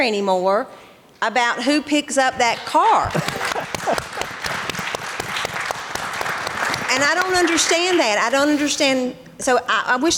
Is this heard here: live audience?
yes